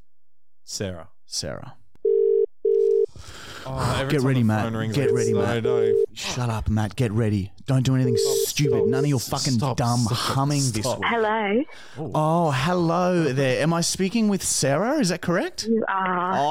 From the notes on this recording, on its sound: We have hilarious phone calls with our old boss